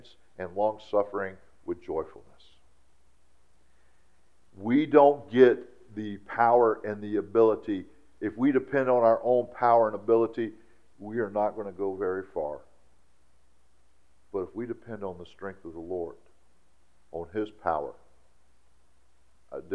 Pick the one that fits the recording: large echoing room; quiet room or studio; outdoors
large echoing room